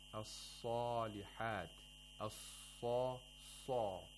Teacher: We have to pronounce the salat thickly, with a full mouth and the root of the tongue raised · Term: tafkhim